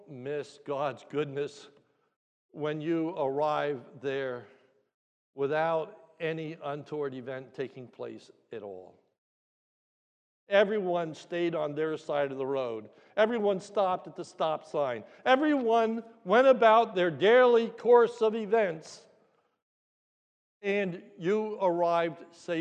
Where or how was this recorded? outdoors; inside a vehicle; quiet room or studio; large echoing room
large echoing room